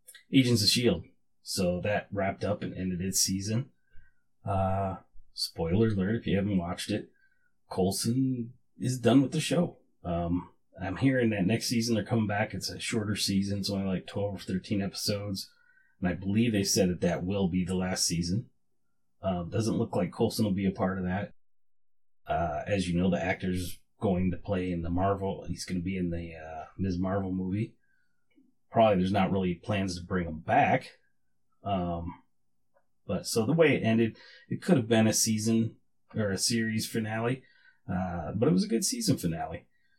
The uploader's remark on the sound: Still having MIC issues. Neewer NW-700 Condenser Microphone and NW-35 Adjustable Arm. Neewer 1 - Channel 48V Phantom Power Supply. Sabrent USB External Stereo Sound Adapter.